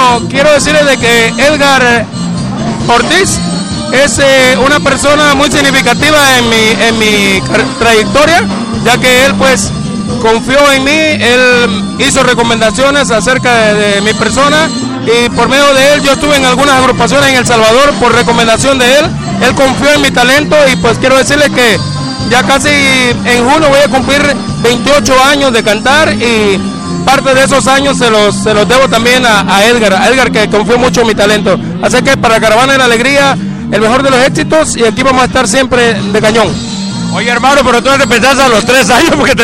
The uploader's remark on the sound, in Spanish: Transmisión en vivo del doceavo aniversario de LA CARAVANA DE LA ALEGRÍA desde GUADALAJARA DE NOCHE en GARDENA, CALIFORNIA